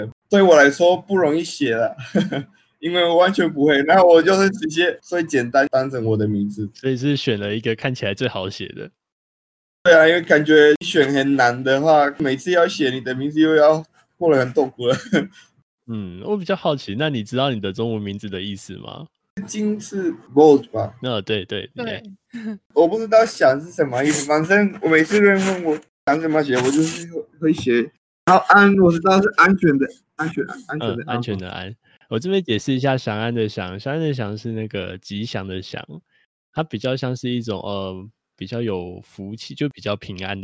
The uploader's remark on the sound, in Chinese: 這集用遠端錄音所以錄音品質有點糟糕